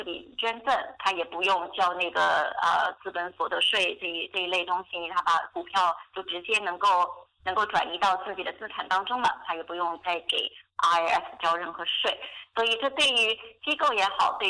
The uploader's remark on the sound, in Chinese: 电话采访